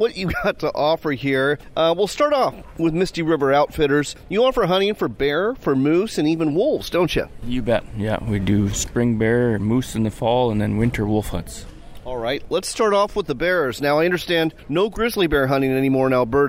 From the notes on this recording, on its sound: shares audio from the Washington Sportsmen's Show in Puyallup